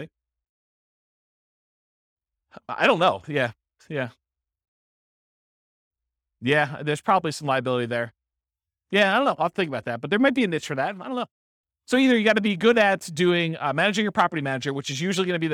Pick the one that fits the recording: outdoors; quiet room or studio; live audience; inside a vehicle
live audience